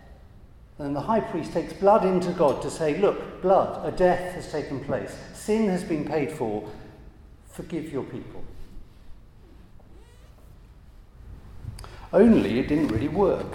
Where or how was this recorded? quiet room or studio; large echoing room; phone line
large echoing room